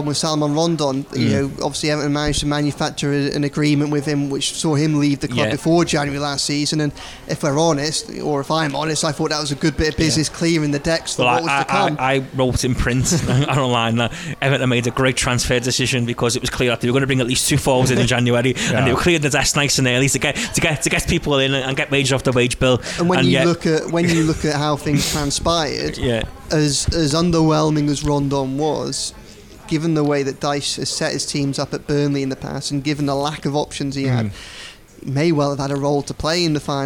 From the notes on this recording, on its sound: The team once again take a walk through a rainy Liverpool city centre to Lovelock's Coffee Shop.